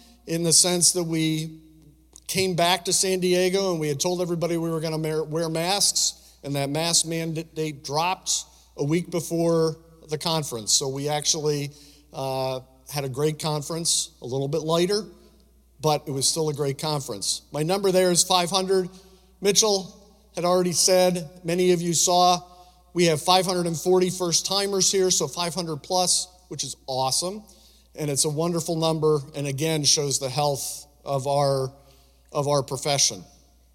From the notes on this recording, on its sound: speech from the 2023 World Conference and Club Business Expo